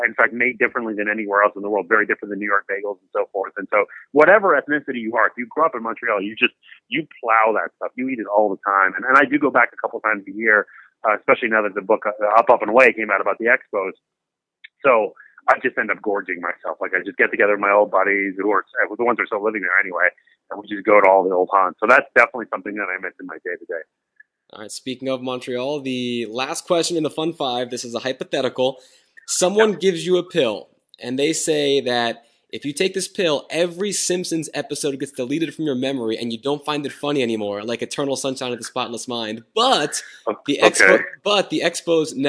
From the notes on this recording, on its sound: on the phone